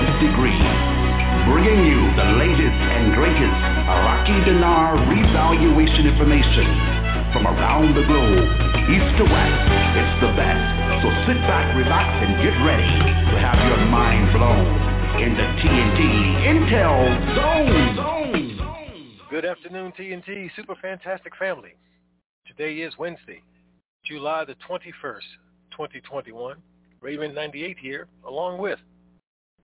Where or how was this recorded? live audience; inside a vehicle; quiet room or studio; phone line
phone line